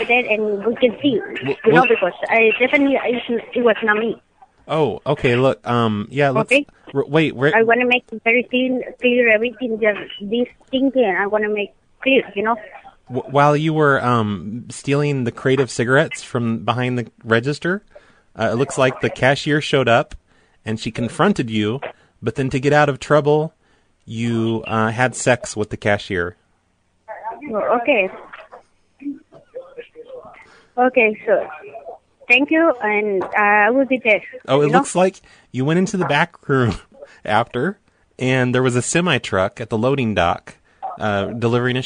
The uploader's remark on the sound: RBCP's Personal Prank Phone Calls Collection